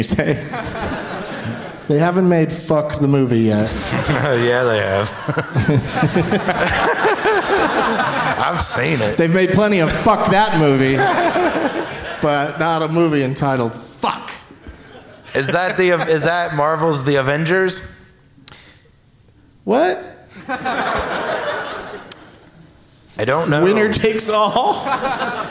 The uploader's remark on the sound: Live from the Bastile Theatre in Indianapolis